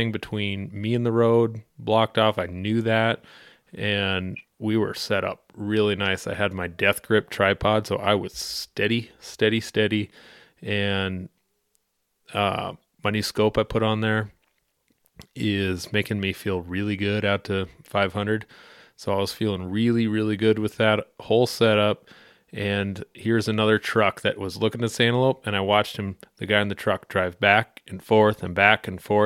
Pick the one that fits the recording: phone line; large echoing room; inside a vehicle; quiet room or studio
quiet room or studio